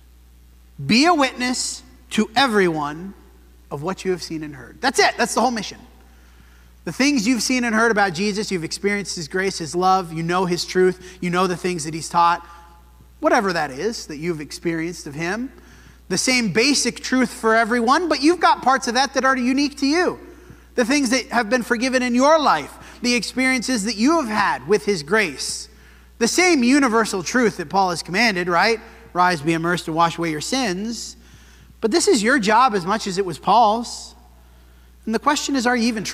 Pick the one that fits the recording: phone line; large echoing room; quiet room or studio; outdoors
large echoing room